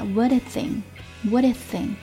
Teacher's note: 美音当中的 t 会转化成 d，跟后面这个 a 连在一块